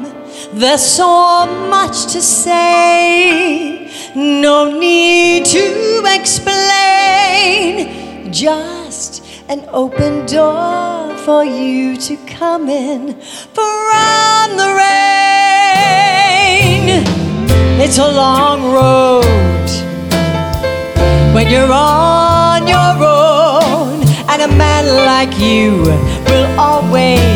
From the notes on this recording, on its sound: Live at the SouthPoint Casino